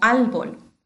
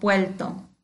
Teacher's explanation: Este fenómeno, cuando la R se pronuncia como L, se llama la lateralización.